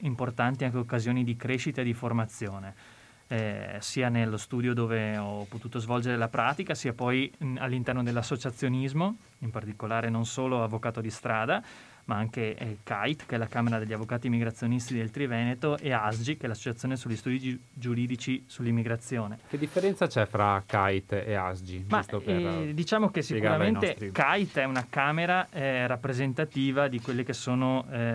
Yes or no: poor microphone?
no